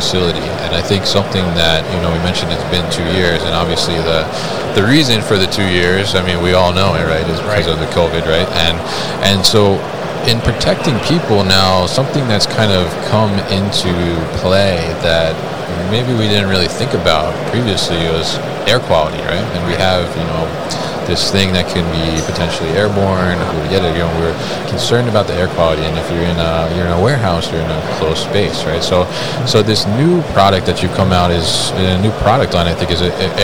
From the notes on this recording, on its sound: Ideal Warehouse at MODEX 2022